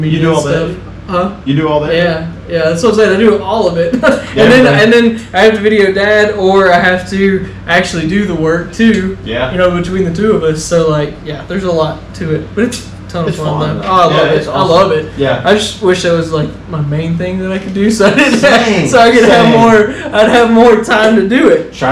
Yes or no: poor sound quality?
yes